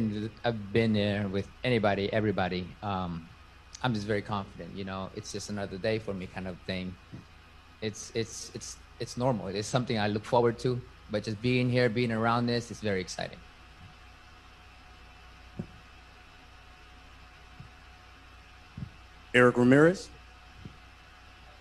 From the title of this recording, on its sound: Press Conference